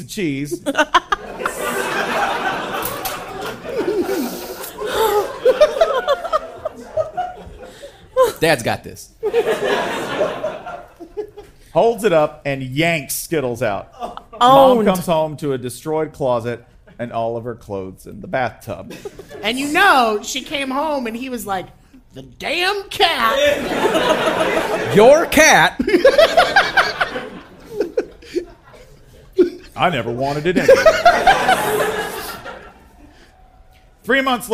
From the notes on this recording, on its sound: Live at SXSW! We cut out the Q&A portion of the show.